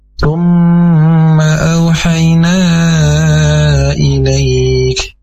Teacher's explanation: Jadi cukup diangkat dengan dua harakat, tapi tidak dipanjangkan hukum bacaannya